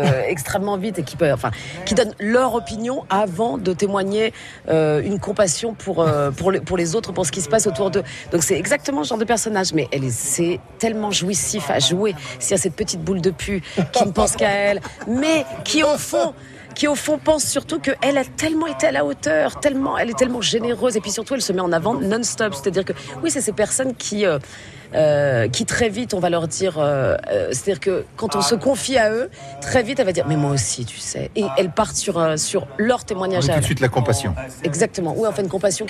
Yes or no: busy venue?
yes